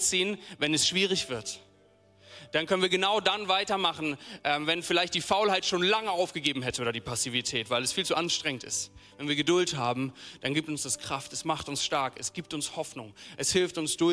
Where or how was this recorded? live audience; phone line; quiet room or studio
live audience